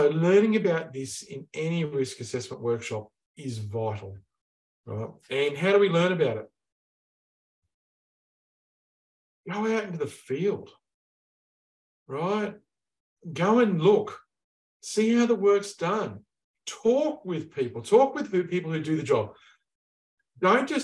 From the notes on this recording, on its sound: In this webinar